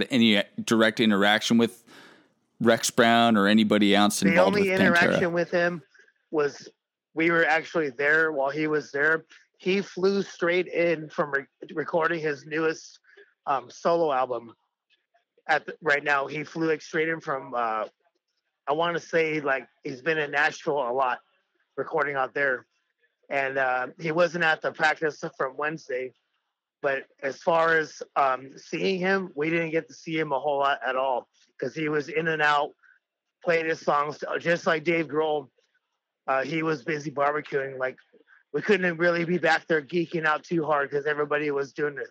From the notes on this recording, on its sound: We got this phone interview